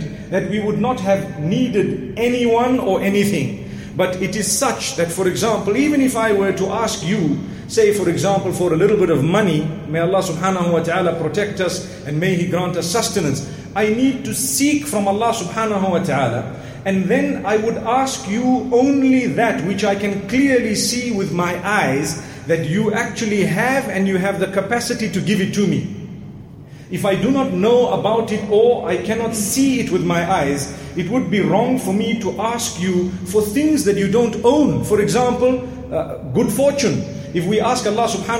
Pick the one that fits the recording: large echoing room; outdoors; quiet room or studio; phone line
large echoing room